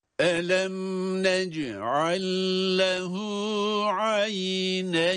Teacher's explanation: Neyn diye ya'yı cezimle okurken uzatıyoruz. Buna meddilin diyoruz. 1 ile 4 elif miktarı arasında uzatılabileceğini her ne kadar bilirsek de buranın nihai sınırının 3 olması yönünde kanaatler daha fazladır.